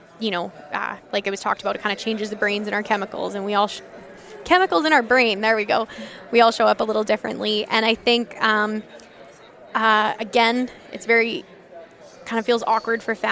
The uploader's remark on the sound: This episode was recorded at the 2023 Canadian Beef Industry Conference in Calgary this August.